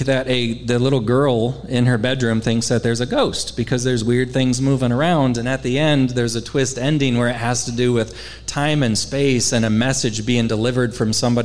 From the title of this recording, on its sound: LIVE At Hail Varsity Club